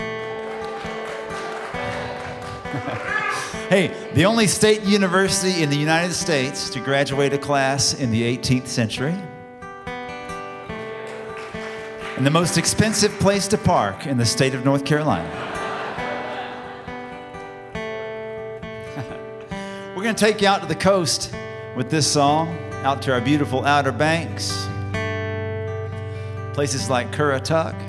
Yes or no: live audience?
yes